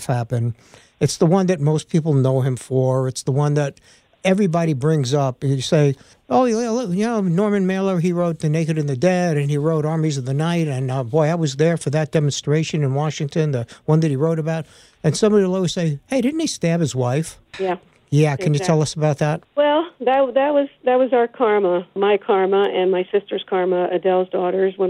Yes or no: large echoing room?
no